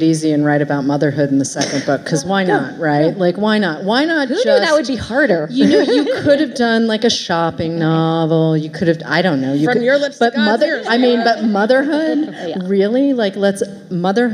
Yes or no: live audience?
yes